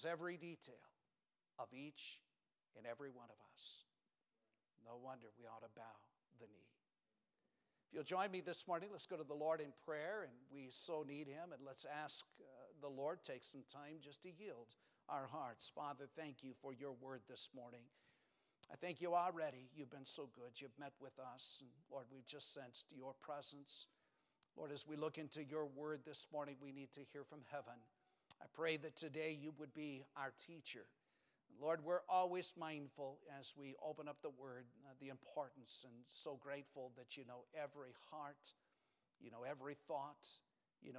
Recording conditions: large echoing room